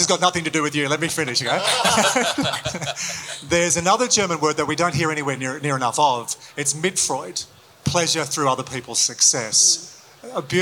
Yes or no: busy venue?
yes